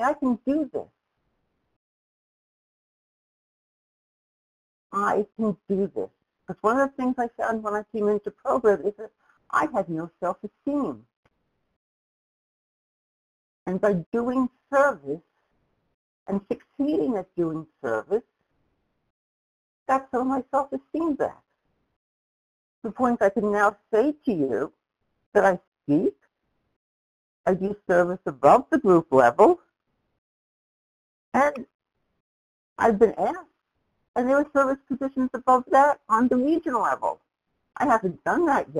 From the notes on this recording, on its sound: from the 100 Pounders Phone Meeting, date unknown